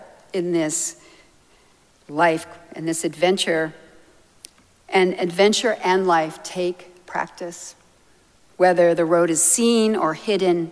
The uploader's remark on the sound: Recorded live at Arlington Street Church, Sunday, May 28, 2023.